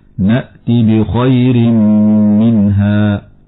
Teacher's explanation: إظهار حلقي لوقوع النون قبل الهاء. هكذا: نأتي بخير منها.